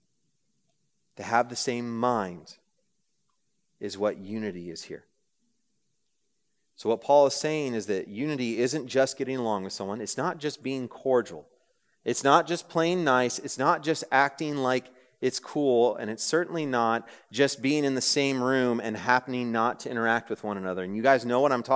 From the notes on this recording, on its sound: This message was preached on November 9, 2023 at a Thursday Night Gathering of Coram Deo College Ministry.